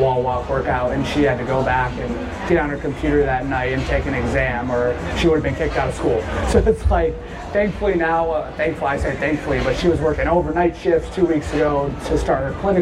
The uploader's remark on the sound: Bonus Episode LIVE!!! From Wodapalooza